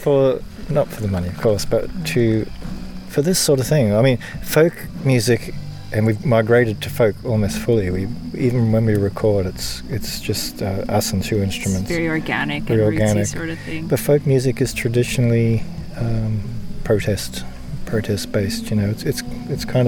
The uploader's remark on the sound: Glimpse a rainy forest walk at the proposed Goldsmith Lake wilderness areas. Get a small taste of some music at the festival!